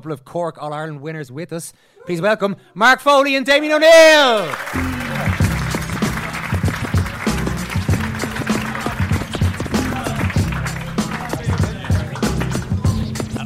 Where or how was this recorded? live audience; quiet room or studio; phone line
live audience